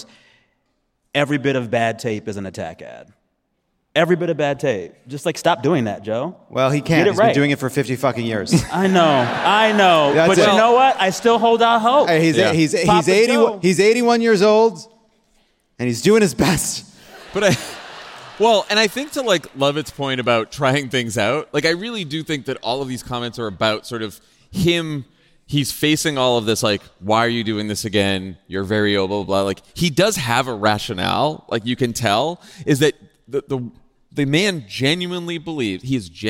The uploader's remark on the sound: Live from San Diego!